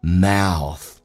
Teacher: mouth 在美式发音稍微夸张一点，先发 a 再发 u